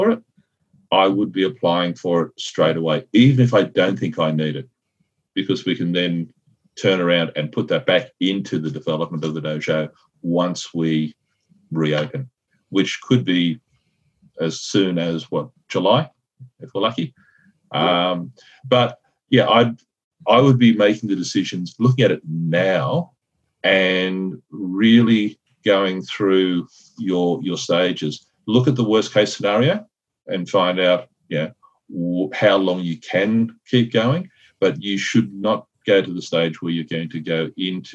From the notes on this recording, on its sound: Welcome to a live recording of the Martial Arts Media business podcast. We are doing this via Zoom, we are doing this as a live session. Look, so we did the session live in our Partners group, where we work with school owners on marketing and so forth.